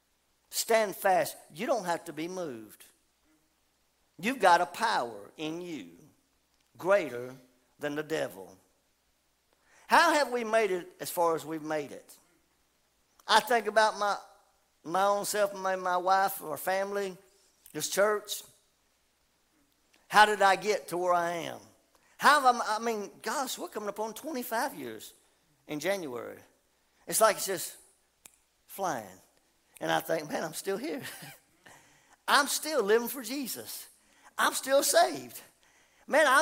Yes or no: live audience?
yes